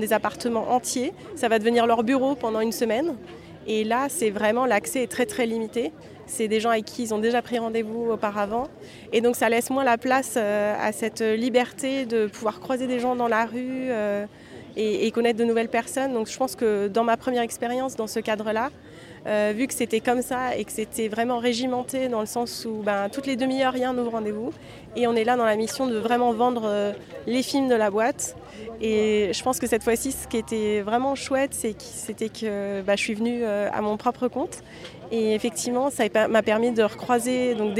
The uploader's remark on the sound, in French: Je vous propose une série de 3 capsules inédites enregistrées en marge du 76ème Festival de Cannes. J’ai donc glissé mon micro dans le sac et je me suis laissée portée par le flot de la Croisette, à la rencontre de nouveaux talents du cinéma français et international ! Ici je retrouve sur la Croisette ma première invitée qui sort tout juste d’une conférence qu’elle a donné au pavillon américain du marché du film.